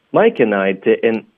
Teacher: didn't 第二个音节的这个 den 我们用一个喉音停顿，我们就发 didn't。